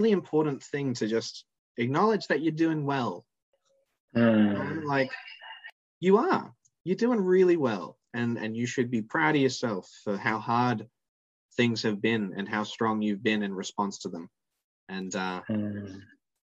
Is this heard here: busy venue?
no